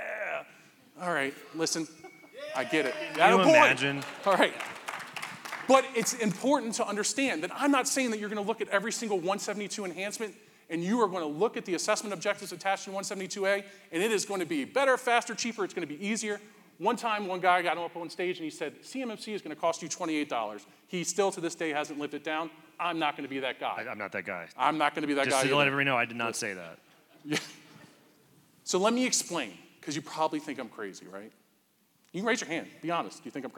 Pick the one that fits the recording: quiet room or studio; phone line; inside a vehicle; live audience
live audience